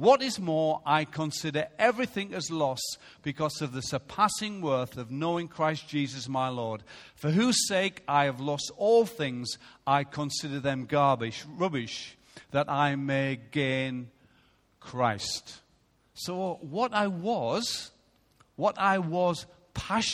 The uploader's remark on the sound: Recorded live at Life Church on Sunday 3rd July 2016.